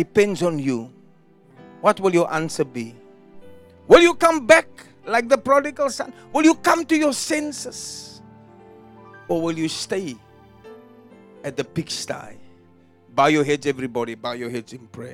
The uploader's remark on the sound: Preached at Jesus The Answer Outreach, The Hague, Delft on the 12th November 2023